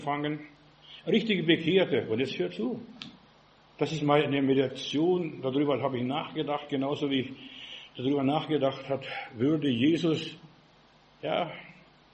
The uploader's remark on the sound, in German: im Gemeinde-Zentrum in Berlin aufgenommen